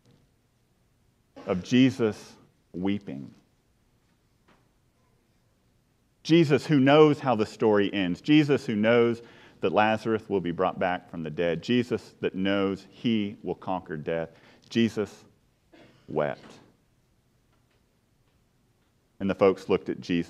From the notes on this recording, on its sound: A funeral preached at the burial eucharist